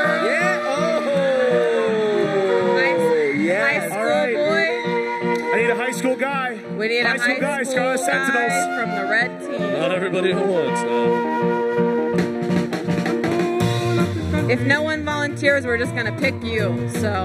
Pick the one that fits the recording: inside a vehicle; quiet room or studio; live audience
live audience